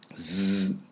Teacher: ズー、8度ね。羽の音。ズー。 S の出し方と一緒。空気を前の歯からスーッと抜いて、スー。これが振動します。